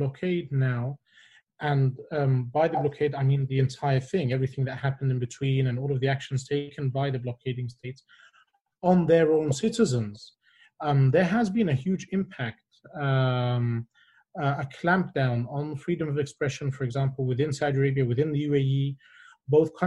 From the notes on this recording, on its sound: The recorded live webinar from 11 June.